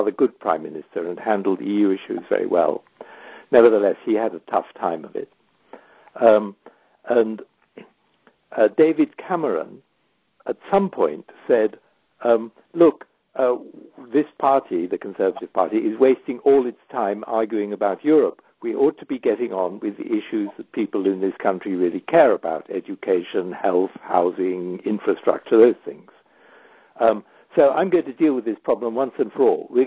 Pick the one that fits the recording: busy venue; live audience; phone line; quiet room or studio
phone line